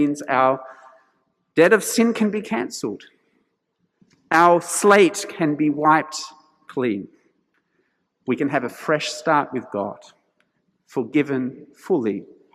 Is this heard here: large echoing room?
yes